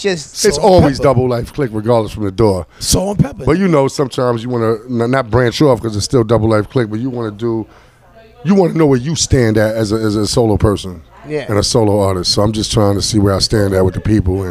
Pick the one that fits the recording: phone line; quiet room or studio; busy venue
busy venue